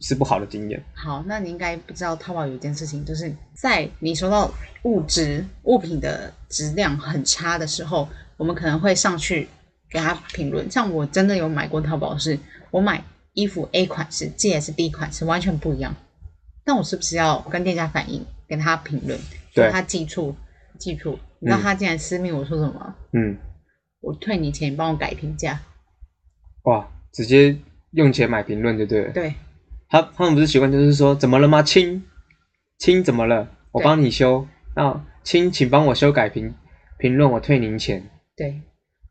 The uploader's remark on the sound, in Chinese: 因為第一集又在外地錄音內容有點粗糙